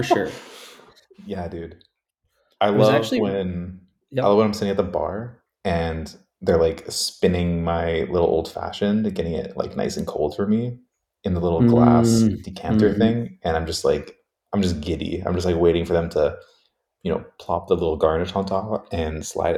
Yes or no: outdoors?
no